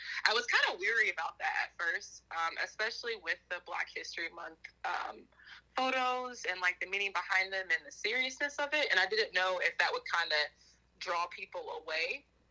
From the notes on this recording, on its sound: burnt the phone lines to have a conversation